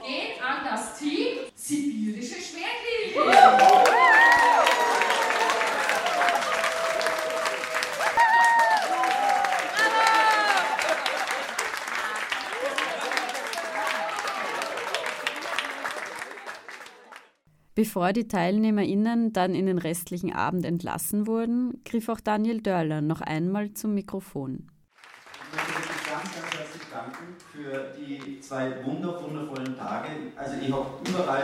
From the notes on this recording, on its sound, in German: Österreichische Citizen Science Konferenz bei der inatura Erlebnis Naturschau in Dornbirn, Vorarlberg, statt. Haben die Konferenz mit dem Aufnahmegerät begleitet und vor Ort mit Beteiligten aus Österreich, Deutschland und der Schweiz gesprochen.